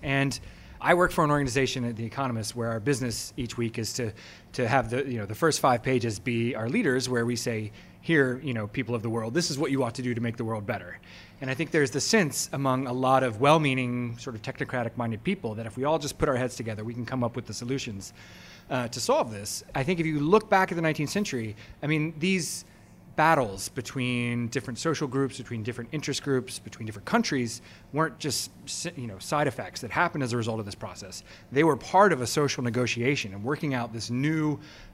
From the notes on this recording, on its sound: This conversation was recorded as a fireside chat in front of a live audience at a private Exponential View event in London.